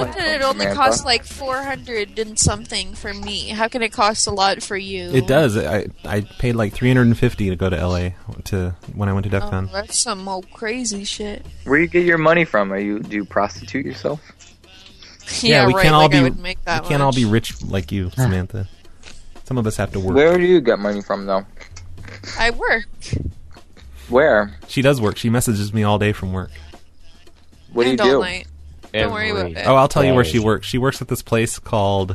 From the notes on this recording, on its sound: Prank Phone Calls